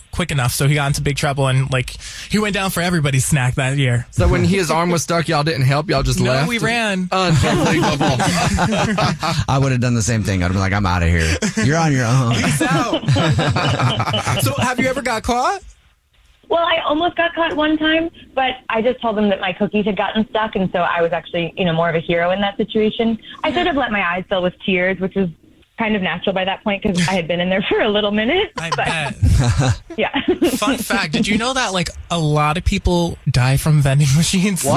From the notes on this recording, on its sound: There is a woman on the phone